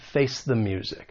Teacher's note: you're going to use that weak the with the schwa sound.